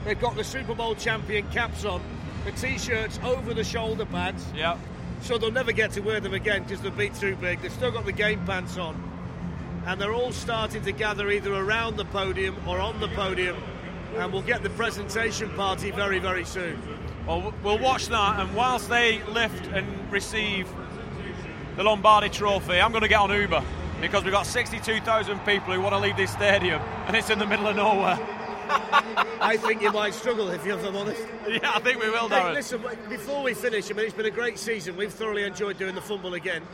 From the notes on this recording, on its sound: Recorded in 4 parts during the Super Bowl between the Kansas City Chiefs & San Francisco 49ers in Miami at the Hard Rock Stadium.